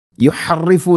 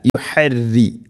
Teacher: യുഹരിഫൂനഹു, അതുപോലെ തന്നെ റോഇനെ യുഹറി അങ്ങനെ പറയരുത്, യുഹറിഫൂന അല്ല, യുഹരി, റോഇനെ തർഖീഖ് ചെയ്യണം, നേർപ്പിക്കണം · Shown in: second take